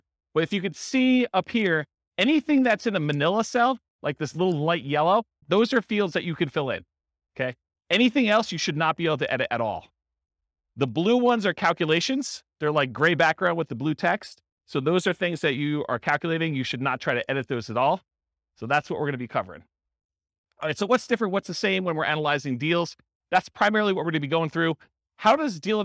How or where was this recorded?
live audience